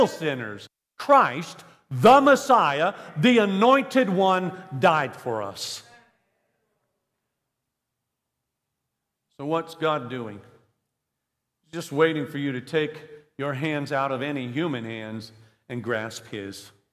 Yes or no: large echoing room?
yes